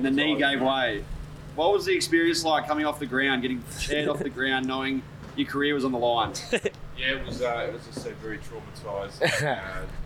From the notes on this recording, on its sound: LIVE Grand Final Special from AFL Footy Festival. This was a bonus episode we recorded LIVE at the AFL Footy Festival.